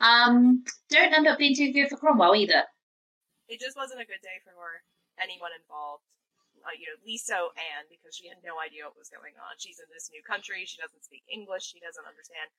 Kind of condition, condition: fault, poor sound quality